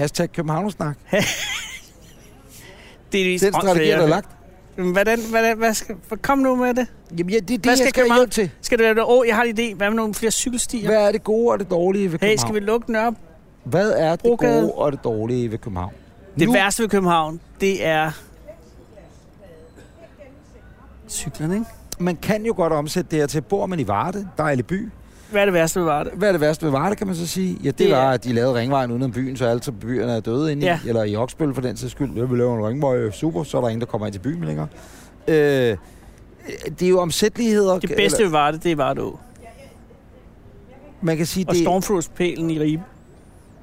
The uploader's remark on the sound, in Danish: Dette afsnit er optaget på molen i Københavns Nordhavn.